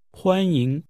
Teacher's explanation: The tones are high level and rising. 欢迎。 Followed by another set of high level and rising tones.